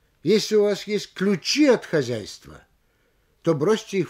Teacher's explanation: Повышение вместе с ударением в данном случае должно быть на слове ключи, втором слове от запятой.